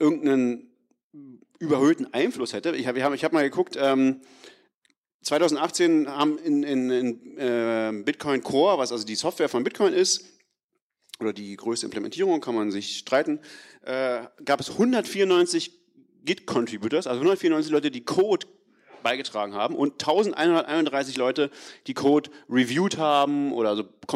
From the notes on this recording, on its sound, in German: Die wir in Kooperation mit dem CryptoMonday am 18.3. Live vor Publikum aufgezeichnet haben. Eine knappe Stunde lang Fragen von den Zuschauern.